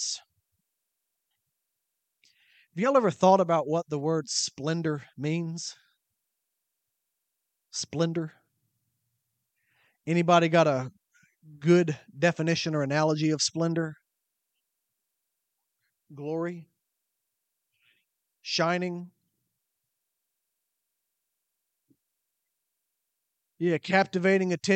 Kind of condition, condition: setting, large echoing room